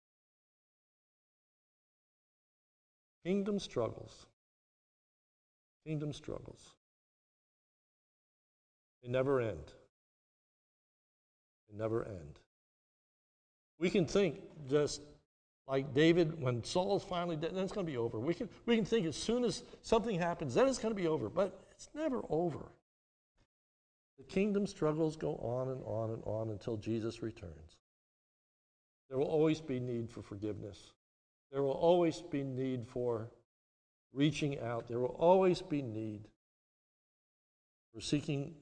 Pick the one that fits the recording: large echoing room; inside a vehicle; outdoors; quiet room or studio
large echoing room